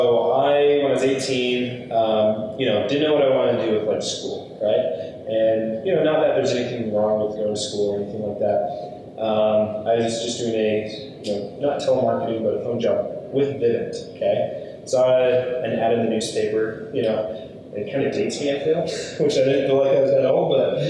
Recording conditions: poor microphone